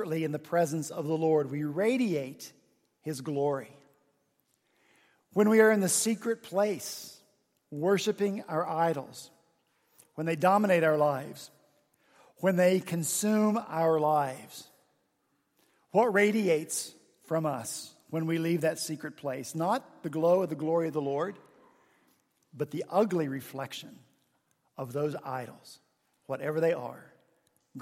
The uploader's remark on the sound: At Redeemer Presbyterian Church in Charleston, SC.